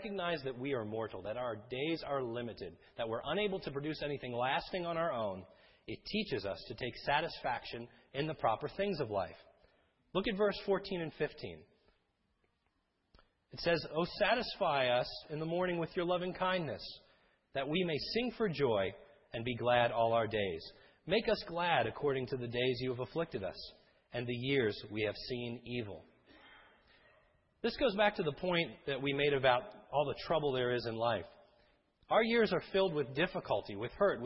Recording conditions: large echoing room